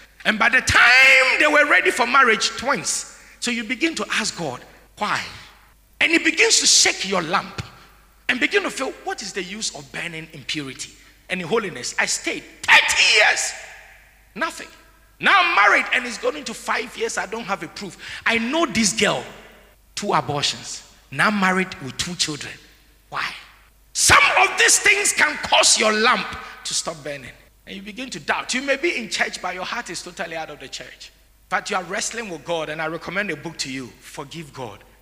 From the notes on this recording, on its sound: Sermon preached at CBC Shiashie Campus.